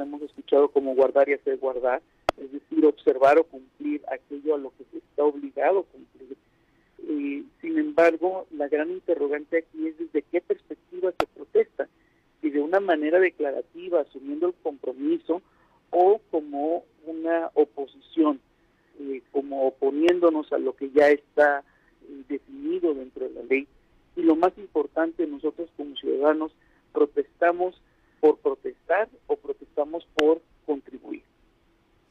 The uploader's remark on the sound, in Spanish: entrevistamos vía telefónica